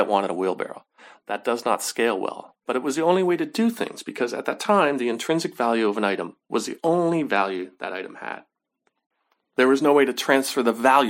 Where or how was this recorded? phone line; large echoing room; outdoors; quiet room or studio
quiet room or studio